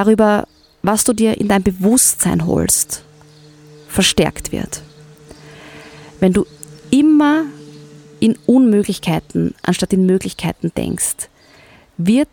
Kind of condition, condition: setting, outdoors